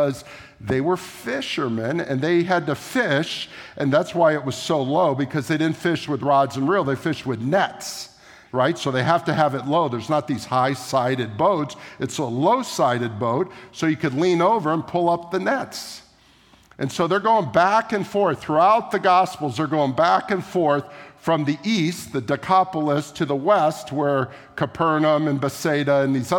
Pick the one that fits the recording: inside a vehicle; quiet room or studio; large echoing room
large echoing room